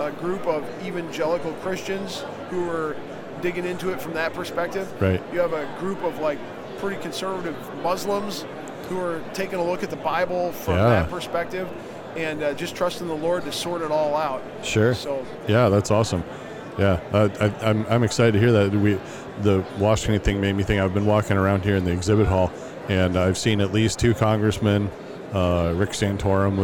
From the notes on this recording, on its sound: LIVE from NRB 2022!